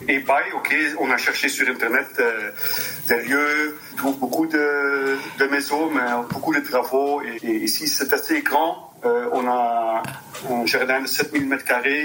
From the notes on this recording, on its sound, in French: au téléphone